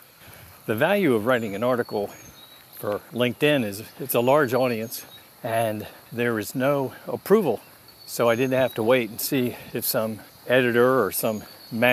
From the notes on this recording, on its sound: I felt like taking a walk and recording my thoughts around the time of the sixteenth anniversary of my daughter's death by dating violence.